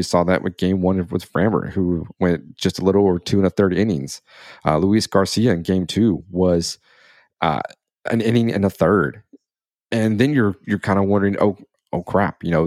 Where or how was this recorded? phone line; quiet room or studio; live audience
quiet room or studio